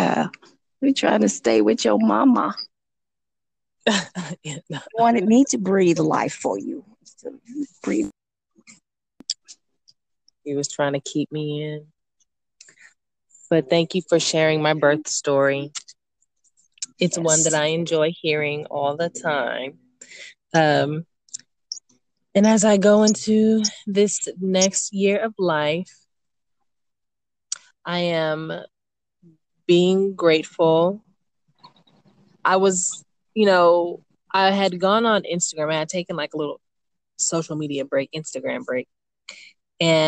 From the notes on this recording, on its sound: An unplanned podcast recording session with her mother at a botanical garden in Los Angeles.